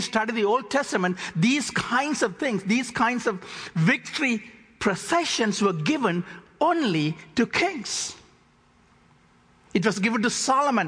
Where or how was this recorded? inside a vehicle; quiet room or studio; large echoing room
large echoing room